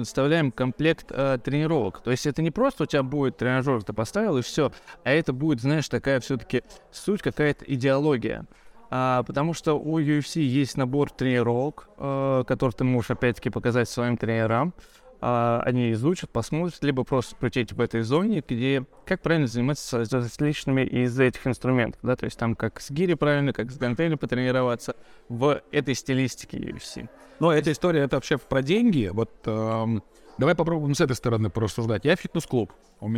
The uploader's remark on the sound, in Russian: Подкаст Изнанка фитнеса делается "на ходу", мы записываем выпуски не в студии, а в фитнес-клубах, прямо на рабочих местах коллег.